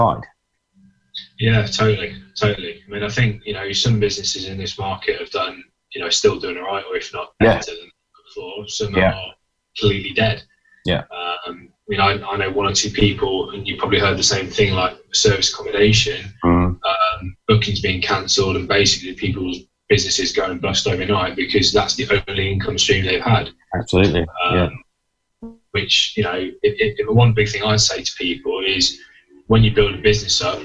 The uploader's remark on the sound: Talking to you via a Zoom video link!